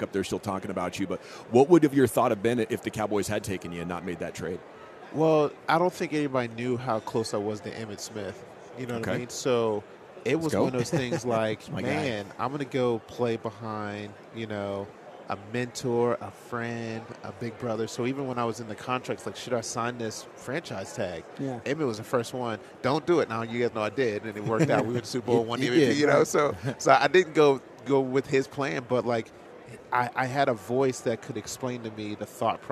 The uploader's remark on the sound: live from Super Bowl Radio Row